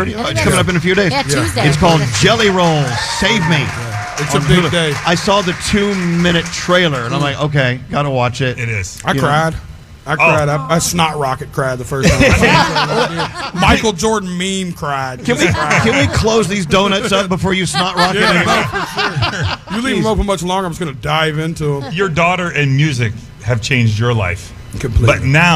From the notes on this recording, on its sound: stopped by our live broadcast at the Intrepid Museum